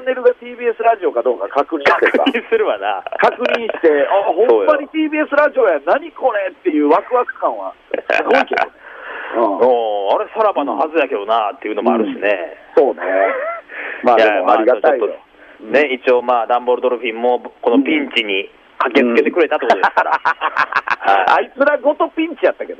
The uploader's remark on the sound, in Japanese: スタジオに不在。電話なのでお聴き苦しい音質かと思いますが、ご了承ください。